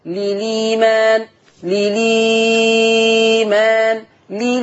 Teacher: الآية 167، عندك للإيمان، ده أنت كده هتنقل حركة الهمزة لللام وتثلث البدل